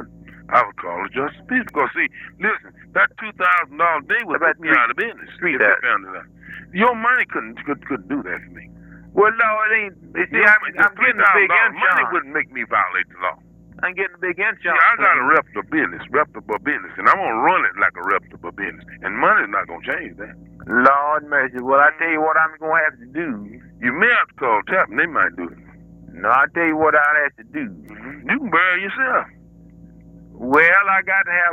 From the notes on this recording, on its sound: RBCP's Personal Prank Phone Calls Collection